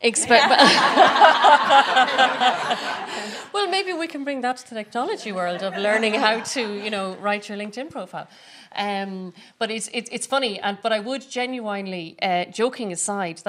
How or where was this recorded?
live audience